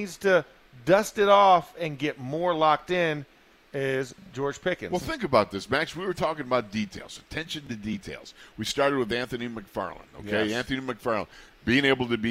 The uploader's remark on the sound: In the Locker Room Live from Steelers Camp Day 9